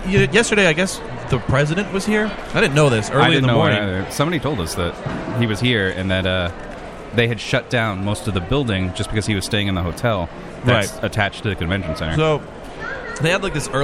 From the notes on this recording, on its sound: We are LIVE from Rhode Island Comic Con Day 2